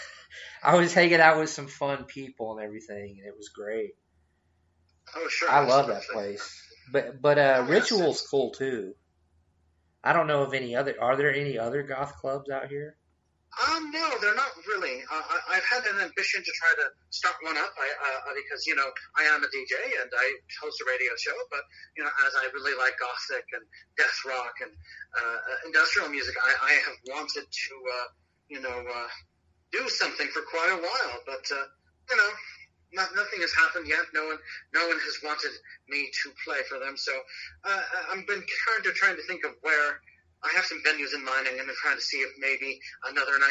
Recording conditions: phone line